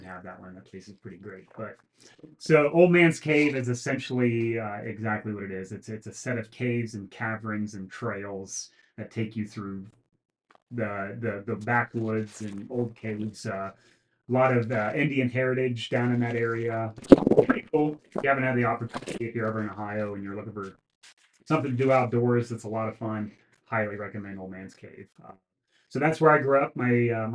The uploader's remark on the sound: Pardon the bad mic issues!